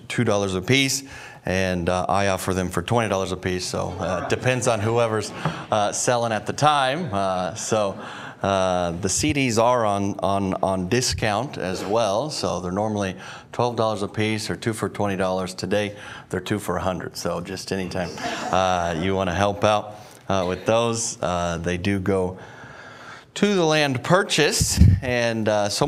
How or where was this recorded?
large echoing room